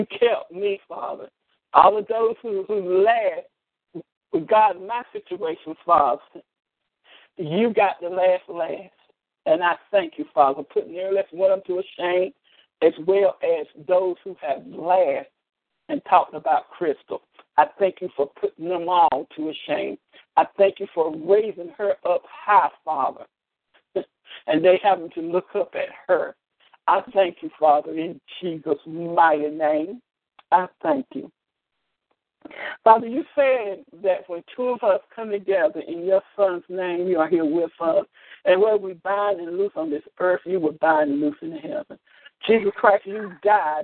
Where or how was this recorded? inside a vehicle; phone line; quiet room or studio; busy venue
phone line